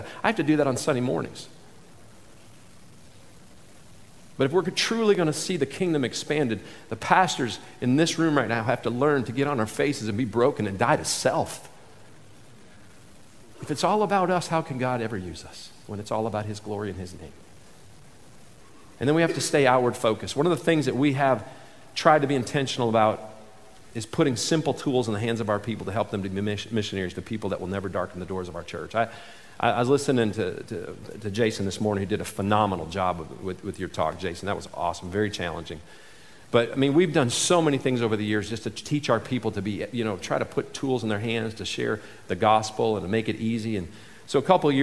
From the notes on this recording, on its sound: This selection from the 2019 MOVE conference.